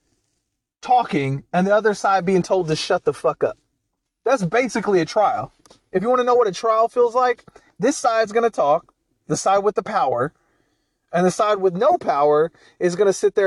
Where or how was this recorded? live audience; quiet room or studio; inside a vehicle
inside a vehicle